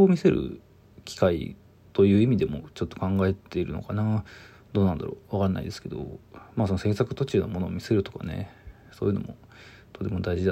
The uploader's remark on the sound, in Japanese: From Radiotalk。ボイスメモです。